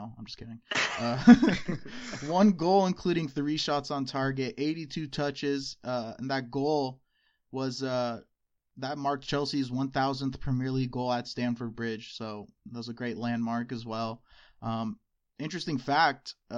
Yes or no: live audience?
no